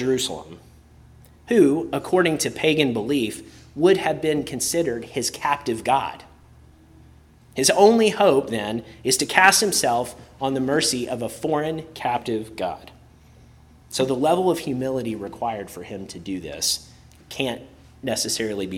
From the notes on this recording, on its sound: preached at Christ Our Savior Baptist Church on Sunday, May 7, 2023